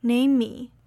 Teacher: The M sound in the word name kind of disappears, so it's pronounced like name me.